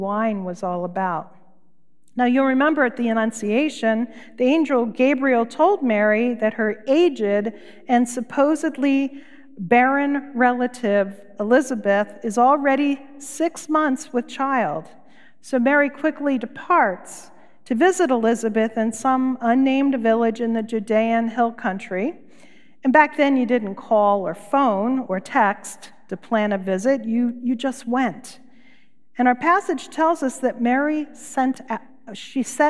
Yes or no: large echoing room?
yes